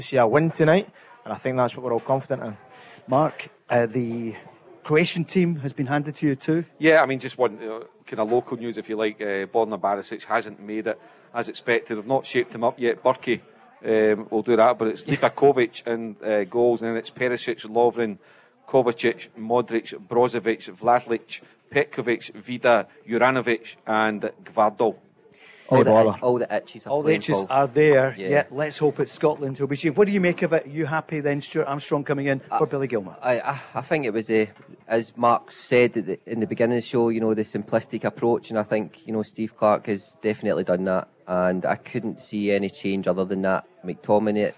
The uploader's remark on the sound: live from The Radisson Red in Glasgow